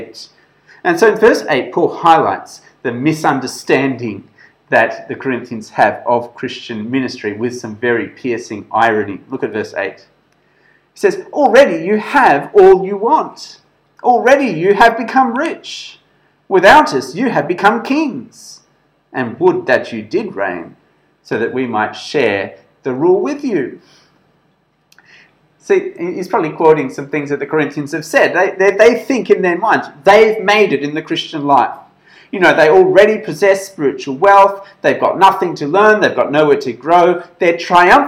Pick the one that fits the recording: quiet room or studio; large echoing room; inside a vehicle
large echoing room